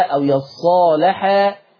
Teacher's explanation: اللام المغلظة مع الصاد وبينهم الف